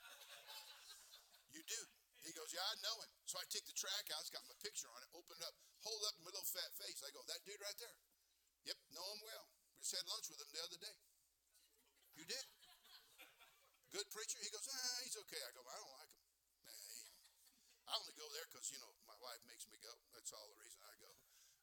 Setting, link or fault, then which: setting, large echoing room